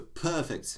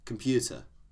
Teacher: One, you just said the R, and then one, you dropped the R. I never pronounced R in either.